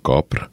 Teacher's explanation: Ugye a kapora az teljesen ki van zárva, mert ugye arról van szó, hogyha kiesik az a magánhangzó a végén, igen, és nem kapor, hanem kapr, akkor már csak a lehet ott kapr, ugye?